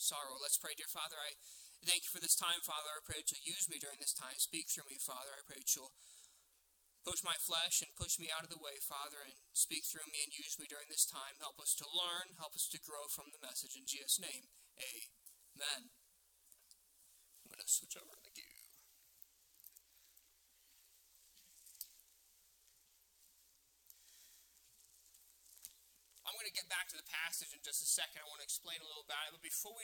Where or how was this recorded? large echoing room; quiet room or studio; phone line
large echoing room